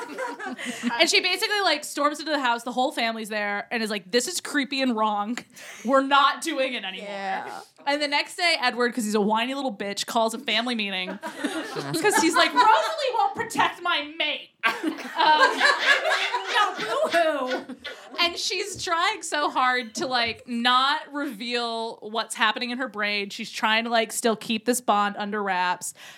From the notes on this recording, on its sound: Put on their first ever live show. In front of a live audience!